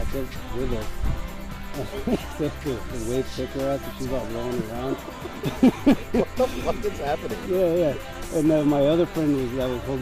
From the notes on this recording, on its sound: we recorded ths episodeat the park